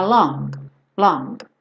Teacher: Esse G, ele praticamente não aparece, por isso eu coloquei ele de cinza.